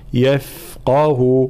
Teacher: يفقه تفخيم القاف وترقيق بقية الحروف، يفقه وإعطاء الرخاوة في حرف الفاء.